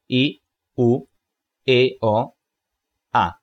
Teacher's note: La amplitud de la abertura implica que la vocal sea cerrada, como I y U, media, como E y O, y abierta, como A.